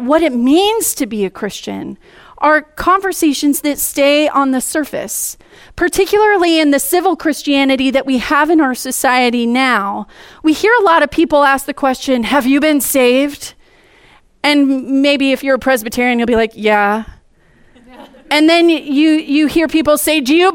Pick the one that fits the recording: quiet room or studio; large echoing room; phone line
large echoing room